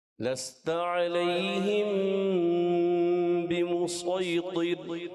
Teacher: صوت کو موٹا رکھنا ہے، طا بھی موٹا رکھنا ہے، را باریک کرنا ہے